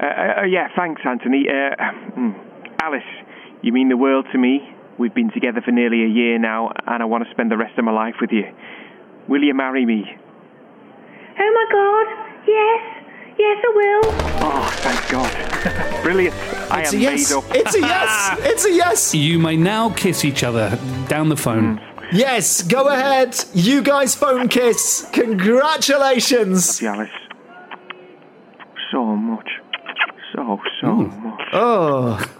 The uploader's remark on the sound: Coming live from Everton's new stadium...Toffee Park!